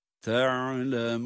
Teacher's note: Sonunda da te'lemun meddi arız ile de bitiriyoruz. Yine uzatarak ve nunun da gunnesini belirterek.